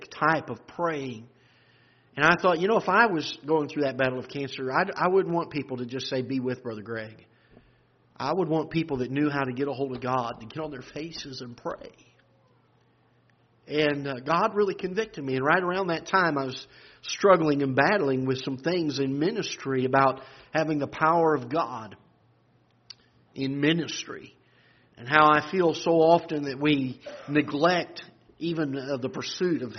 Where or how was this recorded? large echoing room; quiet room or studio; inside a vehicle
large echoing room